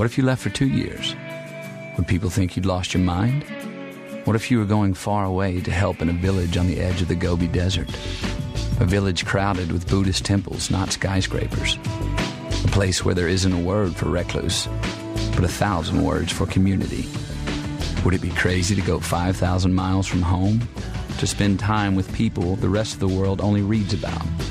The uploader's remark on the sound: On location in New Orleans at the 2010 I.P.C.P.R (International Premium Cigar & Pipe Retailers Association) tradeshow.